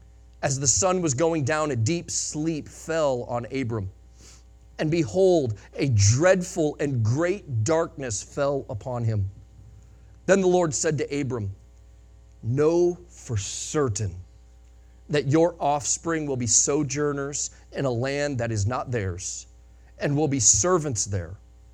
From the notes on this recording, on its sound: Sunday Morning Sermon Audio